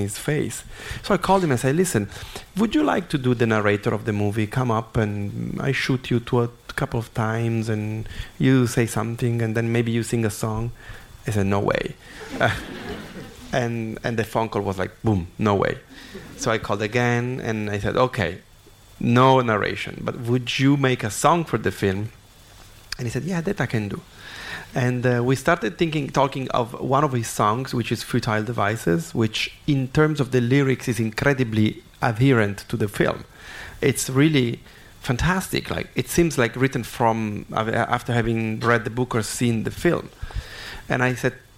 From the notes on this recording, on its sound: to Curzon Soho for a special Q&amp;A screening